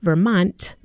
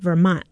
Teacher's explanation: the very famous one that people talk about in Vermont is this glottalization · Shown in: second take